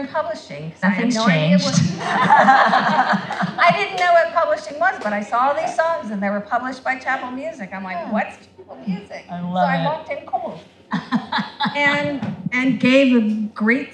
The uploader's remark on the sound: Recorded at the Guild of Music Supervisors 4th Annual 'State of Music in Media' Conference held at USC on September 15th, 2018.